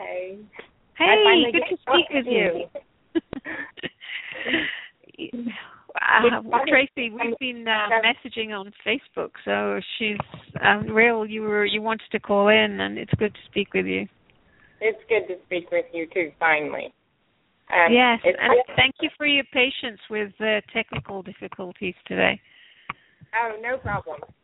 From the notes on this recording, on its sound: Takes your calls for healing live today!